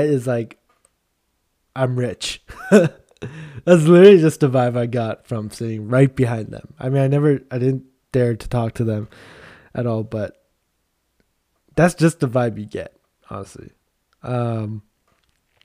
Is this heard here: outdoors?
no